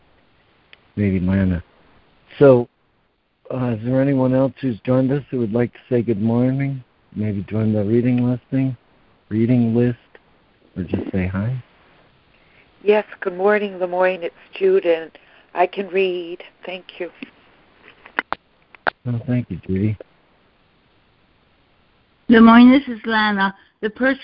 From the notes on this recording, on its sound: ACIM Daily Conference Call.